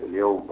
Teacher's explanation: هنا الواو ساكنه وما قبلها مفتوح، يبقى ايه؟ حرف لين. يبقى اقول لين عرض للسكون، الميم اللي انا واقف عليها في الاصل مفتوحه، يبقى ما فيهاش روم ولا شمال.